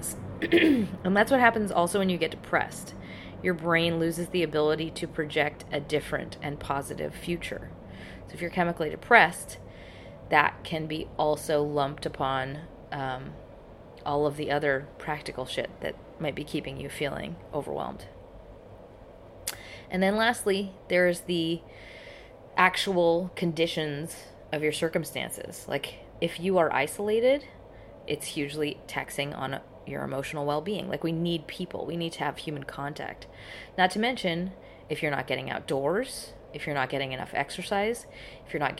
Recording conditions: background noise